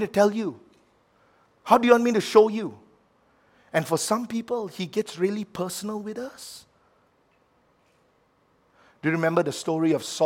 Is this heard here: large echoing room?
yes